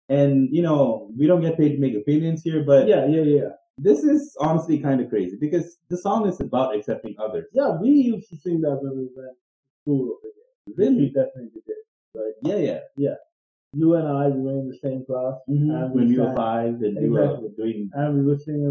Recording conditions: poor sound quality